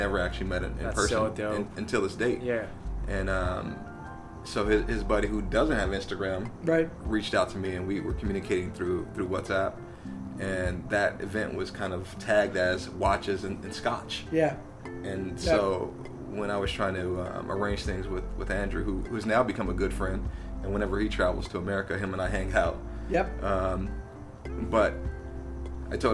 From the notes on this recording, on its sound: On the third installment of the poolside podcast, we sat down. Outside of his Orange County home. Amidst the candlelit ambience.